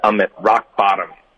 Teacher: 省略科呢，导致的停顿呢，应该是靠舌根顶上颚的